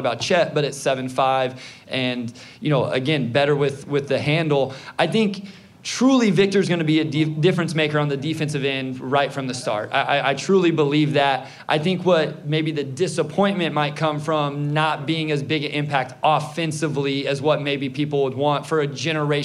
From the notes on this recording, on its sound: It's our first live show! Answering live crowd questions at Hopcat Detroit. Revel in the sounds of our first live taping.